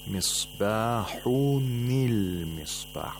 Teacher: We give a kasra to the nun sakin of the tanween of misbahun. · Term: iltiqa'u sakinain